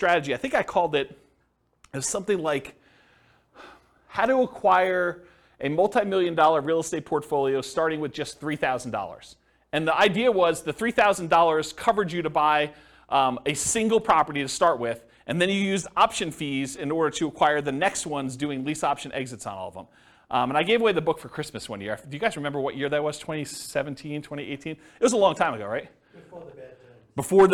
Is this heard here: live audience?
yes